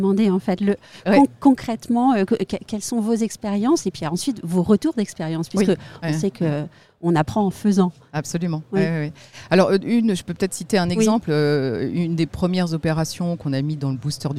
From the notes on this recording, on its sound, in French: Un entretien enregistré au Salon de l’Immobilier Bas Carbone (SIBCA) que je vous propose aujourd’hui.